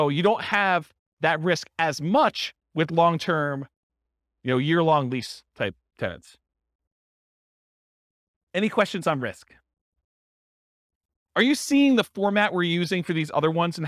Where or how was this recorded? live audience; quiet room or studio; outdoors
live audience